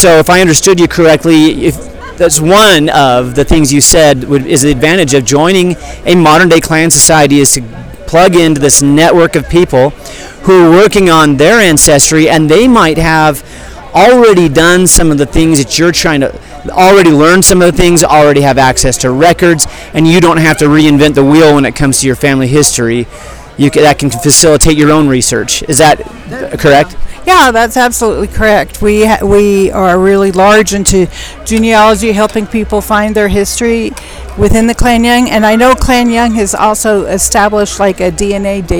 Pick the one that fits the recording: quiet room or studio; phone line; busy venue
busy venue